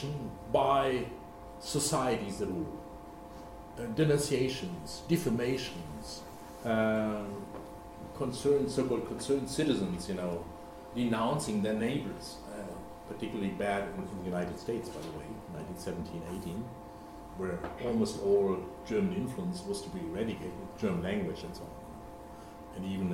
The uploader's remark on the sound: Gerda Henkel Visiting Professorship Lecture. At the German Historical Institute London.